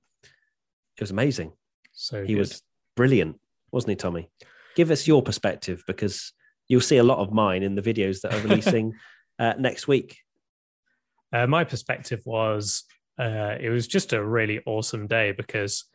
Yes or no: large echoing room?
no